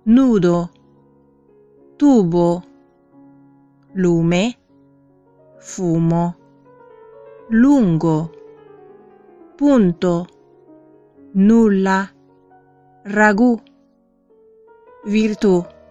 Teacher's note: 在意大利语当中只有一种发音，u。但不要念成 you 啊